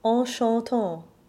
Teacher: In spite of the difference in spelling, the syllables M-E-N-T-S and F-A-N are both the nasal ah sound, as in the following line, en chantant. Here, we have three ah nasals in a row.